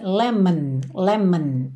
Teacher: o O de lemon também não aparece.